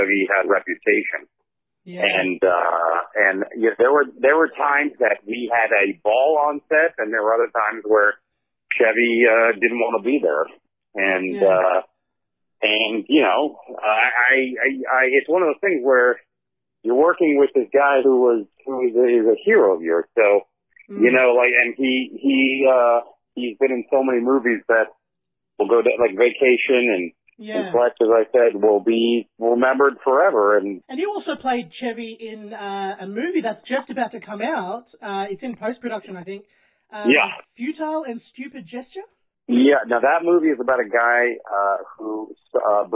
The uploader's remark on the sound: A very quick telephone conversation. As we conversed like old mates, awkwardly, with a time lag acting as a third wheel on our date.